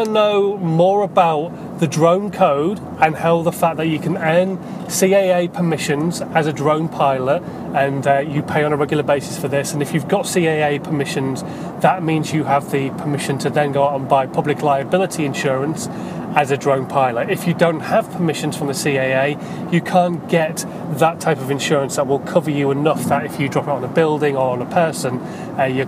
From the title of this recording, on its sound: In My Car